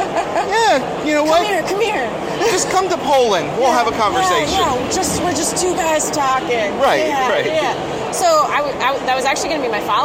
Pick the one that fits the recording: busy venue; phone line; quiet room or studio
busy venue